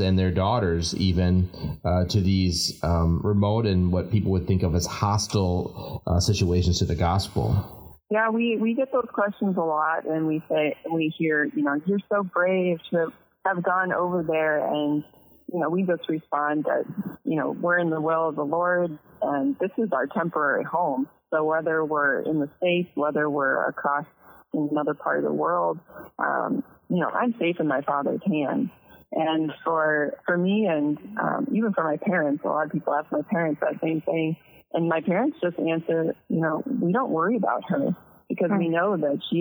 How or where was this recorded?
phone line